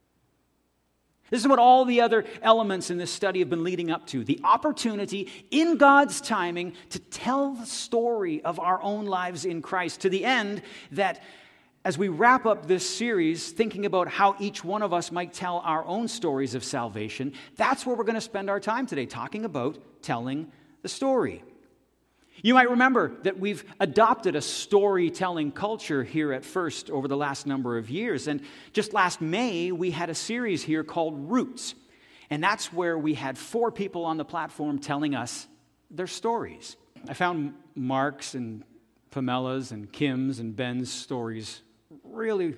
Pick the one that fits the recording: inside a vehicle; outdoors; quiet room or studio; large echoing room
large echoing room